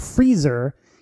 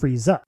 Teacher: he does not have an extended A sound at the end of his name · Shown in: second take · And so instead of Freezer, he's just Frieza.